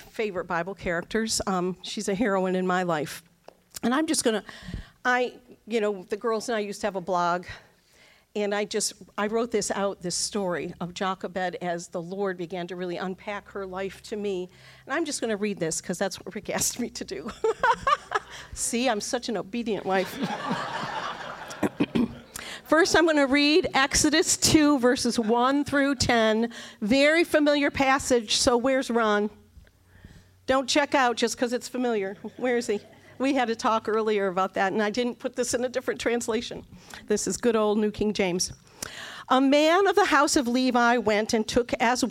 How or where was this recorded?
live audience